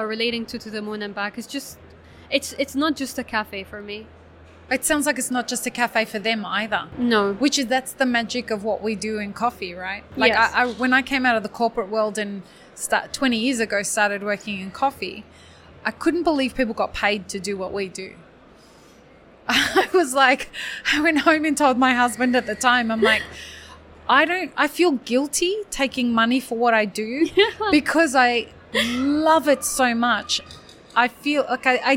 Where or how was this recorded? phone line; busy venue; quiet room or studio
busy venue